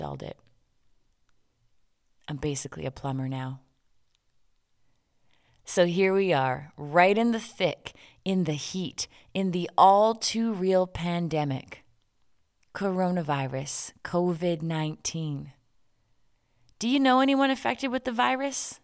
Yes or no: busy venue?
no